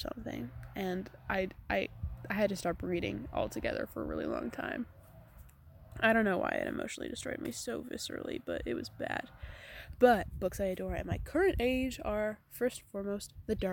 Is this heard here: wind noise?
yes